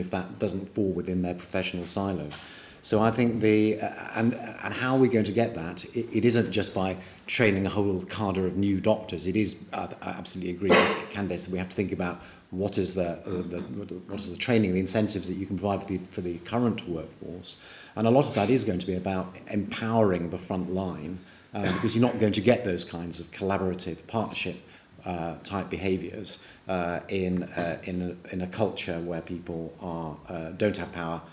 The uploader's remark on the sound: In The BMJ roundtable, recorded at the Nuffield Trust Health Policy Summit on Friday 4 March 2016.